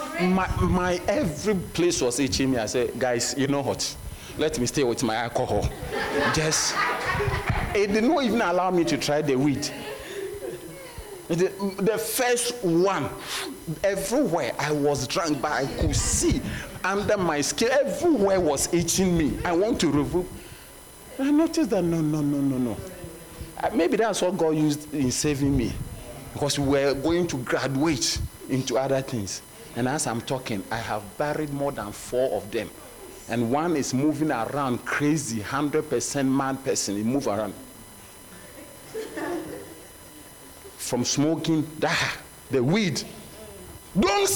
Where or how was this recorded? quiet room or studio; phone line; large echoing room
large echoing room